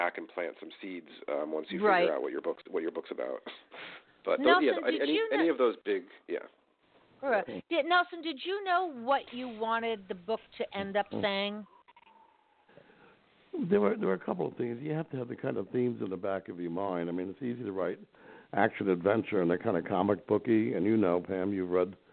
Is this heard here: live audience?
no